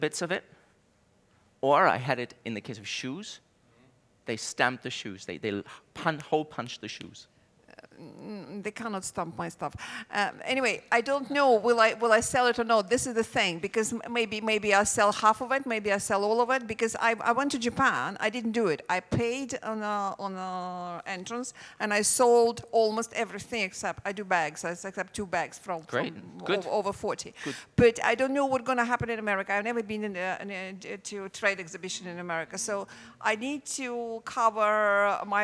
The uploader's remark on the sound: Speaking on the first day Elite Business’ live event on March 9.